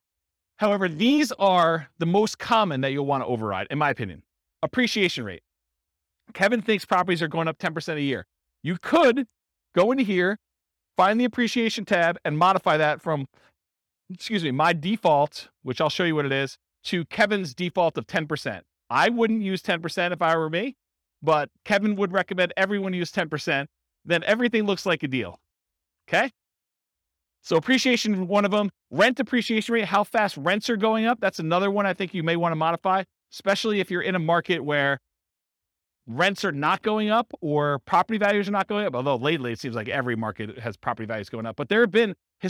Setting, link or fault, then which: setting, live audience